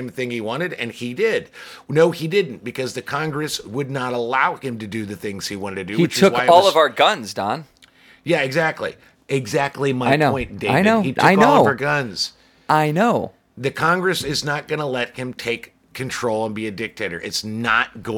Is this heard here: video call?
no